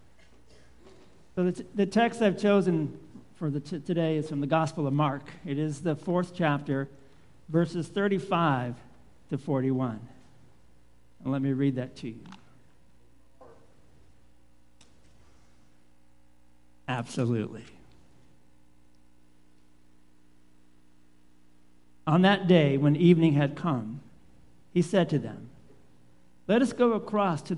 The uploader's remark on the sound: Live Worship Service